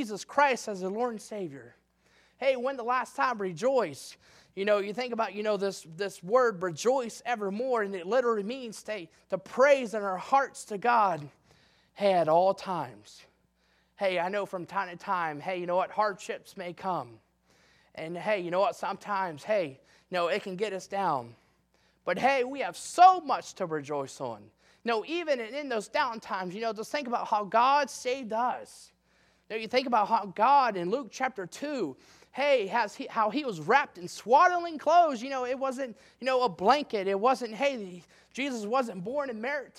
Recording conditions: large echoing room